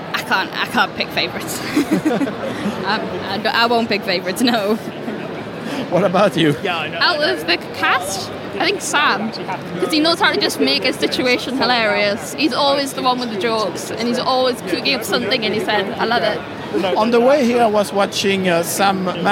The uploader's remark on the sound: That Time Critical Role Ruled MCM London Comic Con. We are back in the halls of the ExCeL London.